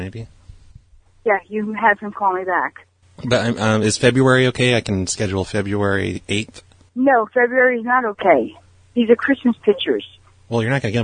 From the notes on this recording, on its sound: Prank Phone Calls Collection.